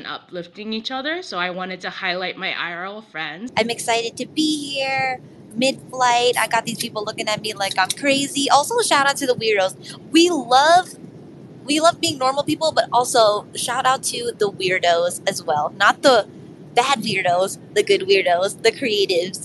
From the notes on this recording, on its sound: Takes the mic during mid-flight, thousands of feet in the air.